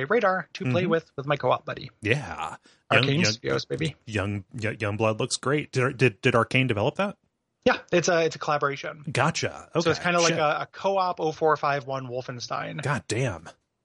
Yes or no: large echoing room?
no